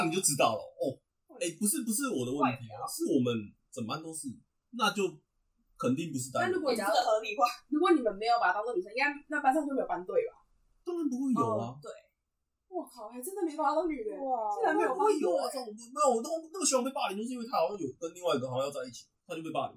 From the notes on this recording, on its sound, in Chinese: 其實這是第一次錄音的檔案辣!!!音質請大家多多包涵。